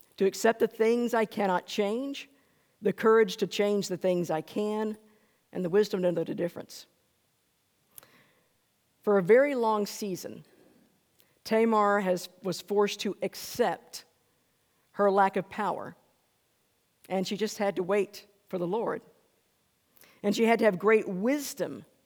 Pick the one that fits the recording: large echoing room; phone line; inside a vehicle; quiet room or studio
large echoing room